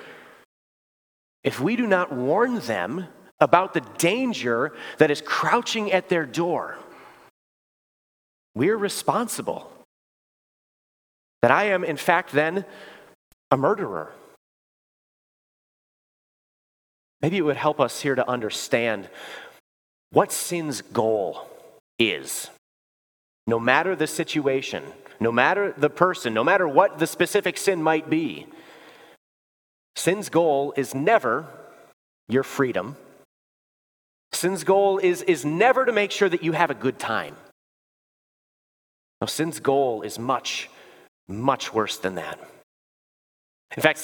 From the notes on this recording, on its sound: Preached this sermon at Bethany's Sunday worship. Bethany, Appleton, WI.